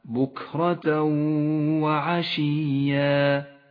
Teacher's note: يدغم التنوين بالواو فيسقط من اللفظ ولذلك هو رمادي اللون وأما الواو لونت بالأخضر لأنها تغن بمقدار حركتين. · Term: الإدغام بغنة